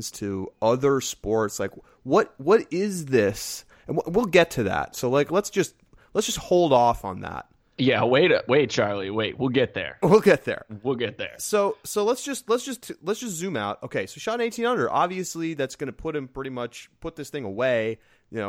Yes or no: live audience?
no